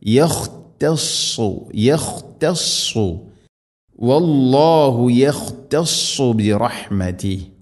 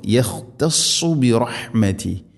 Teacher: സ്വാദ് ഹെവി ലെറ്ററാണ്, അഥവാ നാവിൻ്റെ മധ്യഭാഗം അണ്ണാക്കിലേക്ക് ഉയർന്ന് നിൽക്കണം ഉച്ചരിക്കുമ്പോൾ